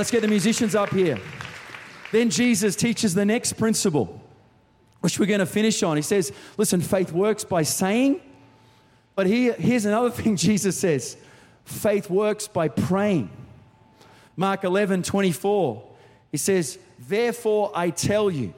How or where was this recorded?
large echoing room